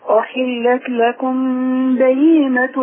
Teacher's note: خلي بالك بقى من غنة الإخفاء الشفوي